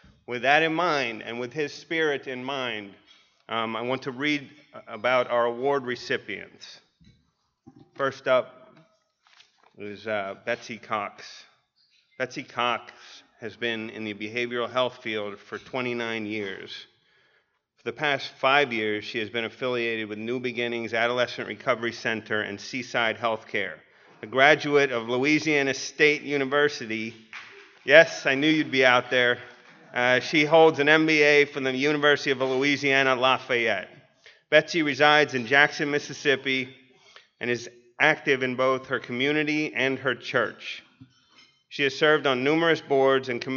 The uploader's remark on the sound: 2017 NAATP Awards Banquet. This is the Leadership Awards Banquet.